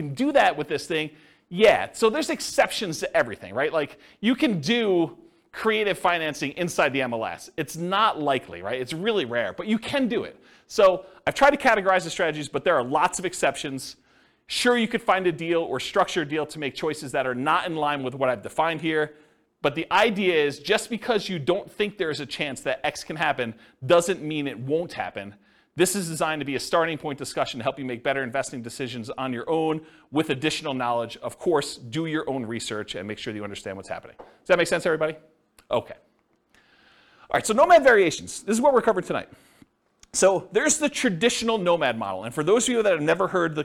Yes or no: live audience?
yes